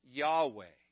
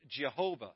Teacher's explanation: there was no J sound in the Hebrew language. It was a Y sound, not a J. · Shown in: first take